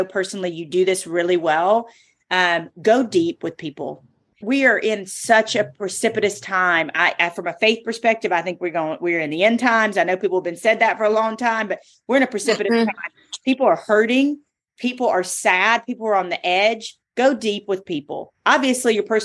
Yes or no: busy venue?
no